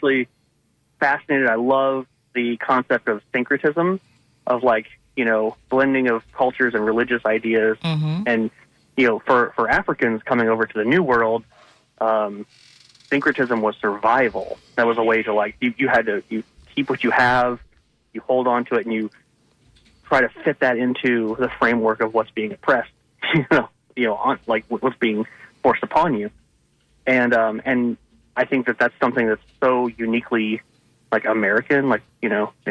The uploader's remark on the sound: unique magazine format call-in show